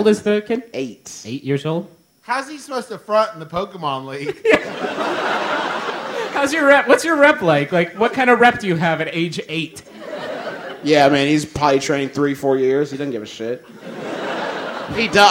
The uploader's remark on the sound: It's MBMBaM's first live show ever. Every single person who came out to Second City for the show!